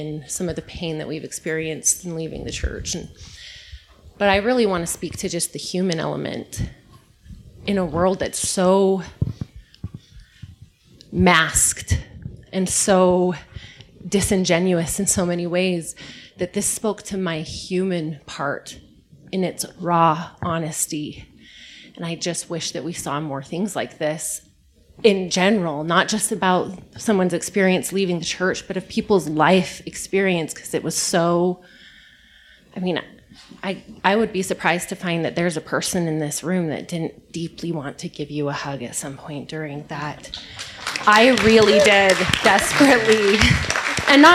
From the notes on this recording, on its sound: The podcast is the recorded pre-show and Q&A.